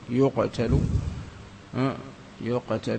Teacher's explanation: قلقلة سهلة خفيفة ليس فيها أي تكلفة